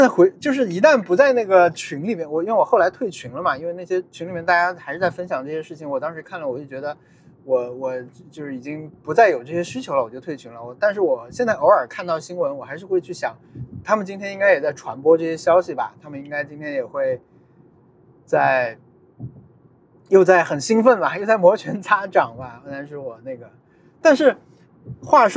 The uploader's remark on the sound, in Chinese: 本期节目在车内录制，视听体验都不怎么样。踢球回家路上。